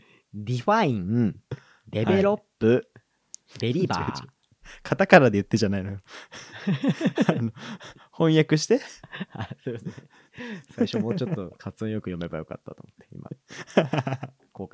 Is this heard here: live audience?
no